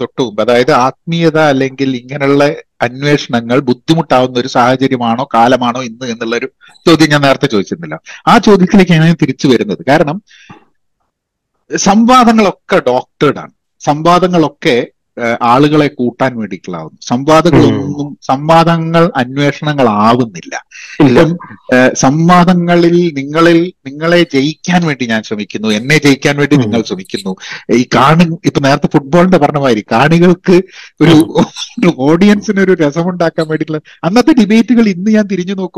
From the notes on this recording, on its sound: I had a long Zoom call